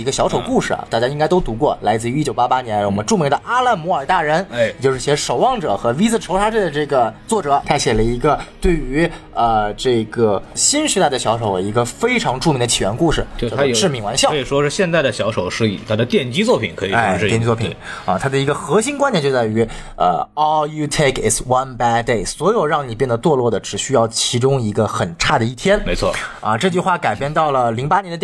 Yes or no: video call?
no